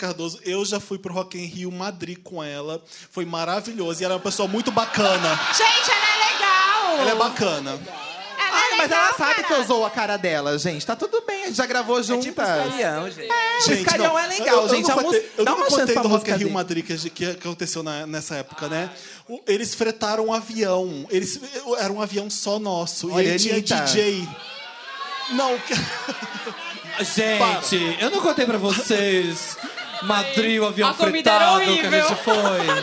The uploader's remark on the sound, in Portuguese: Especial de Natal ao Vivo